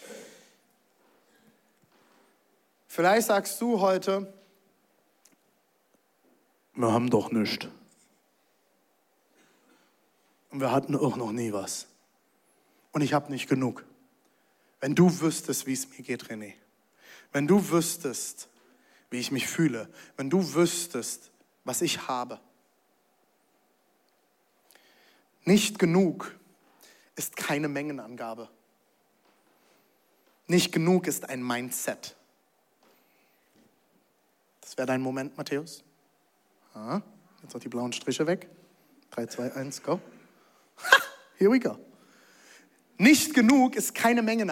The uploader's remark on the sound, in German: Audiomitschnitt der Predigt